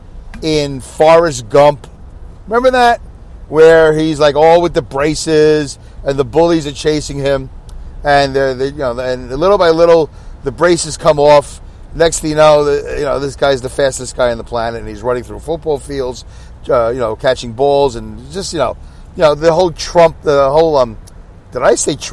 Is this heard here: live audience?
no